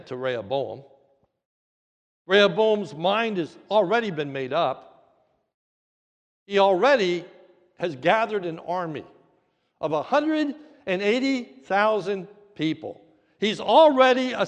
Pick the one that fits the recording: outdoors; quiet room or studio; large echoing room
large echoing room